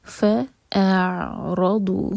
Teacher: ہے وَرَبٌ غَفُور غَيْن ہیوی اور اینڈ میں رَو ہیوی فَأَعْرَضُ حمزہ کا ساؤنڈ الگ آنا چاہیے اور عین کا الگ ا پورا ایک حرکہ کھینچا ہے اس کے بعد عین کو